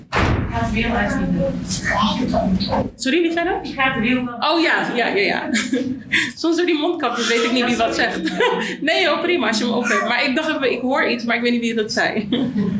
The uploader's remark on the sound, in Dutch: gevolgd door een Q&A met het publiek